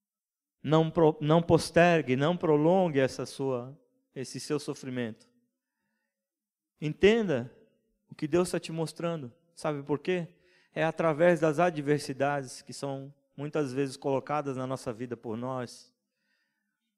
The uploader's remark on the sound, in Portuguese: em nosso Culto Terça Vida, dia 26/05/2020 na Igreja ABA Blumenau (Transmitido ao vivo)